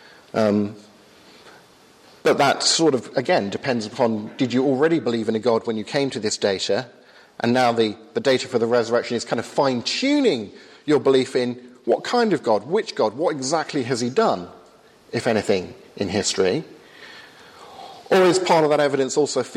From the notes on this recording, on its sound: Hosted by the Cardiff Insistute for Contemporary Christianity at Highfields Church Cardiff, Easter 2015.